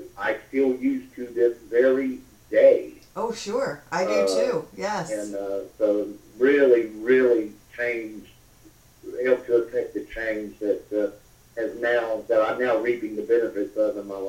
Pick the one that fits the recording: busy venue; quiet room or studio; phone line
phone line